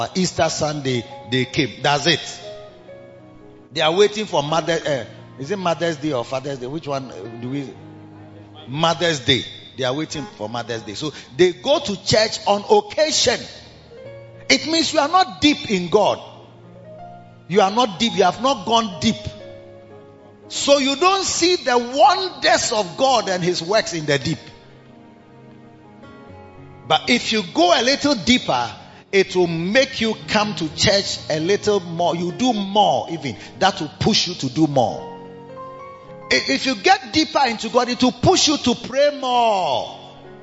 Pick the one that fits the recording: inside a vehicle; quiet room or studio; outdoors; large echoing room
large echoing room